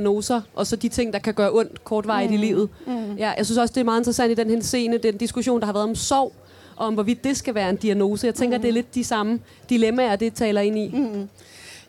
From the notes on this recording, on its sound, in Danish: Podcasten er optaget foran et publikum på Folkemødet 2023.